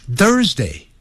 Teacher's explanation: 舌头吐出来之后，轻轻上齿下齿咬到，然后尽快的往内缩，震动声带 Thursday。好，你一定要记住老外有吐舌头的声音，我们中文没有，除非你是有这种毛病叫 lisp，大舌头，那随时讲话就吐舌头。你看我讲，我现在讲话都是那吐舌头。那你平常你也是做这个练习嘛？啊，哦，这个电视非常好看，我好喜欢看哦。你就练习，啊，这个舌头吐出来这样讲话好舒服哦，这样子，你就慢慢讲就习惯了，这样。中文是没有这个吐舌头的声音，可是英